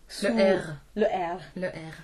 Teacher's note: French people say the R in the back of their throats. · Term: uvular R